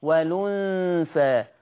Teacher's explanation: يحذف الهمزة ويأخذ الحركة إلى الحرف الساكن قبلها فتقرأ والأنثى، والأنثى تقرأ والأنثى بالأنثى إلى آخره. · Term: النقل